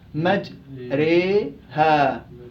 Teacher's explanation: إذا عندنا إمالة حرفية حرف الألف قربناه للياء. وحركية الفتحة قربناها للكسرة.